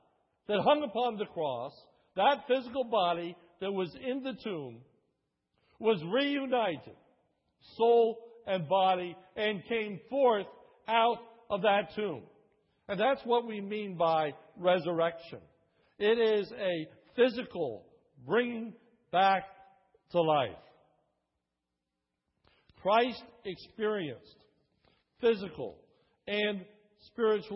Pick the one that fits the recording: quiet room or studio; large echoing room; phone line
large echoing room